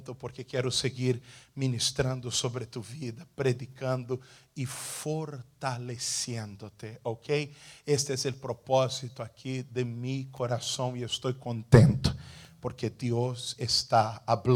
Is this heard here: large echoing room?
yes